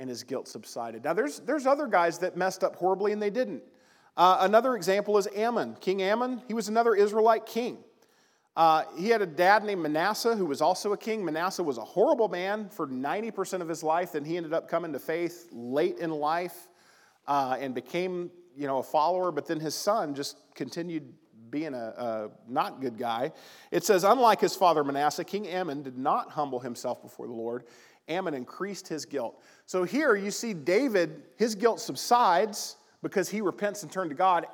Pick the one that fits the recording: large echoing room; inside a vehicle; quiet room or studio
large echoing room